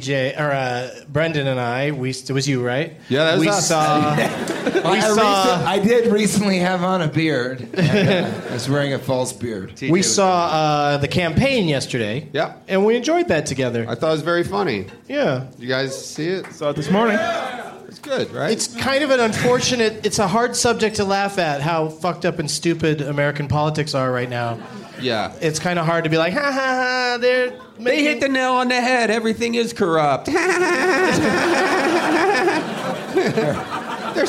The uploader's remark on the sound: Live from Comedy Works in Denver, CO